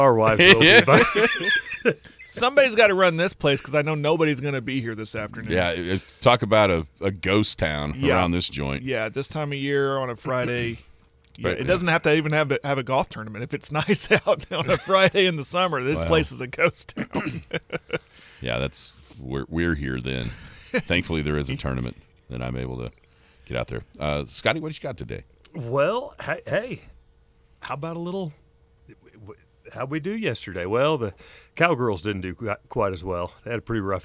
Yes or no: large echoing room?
no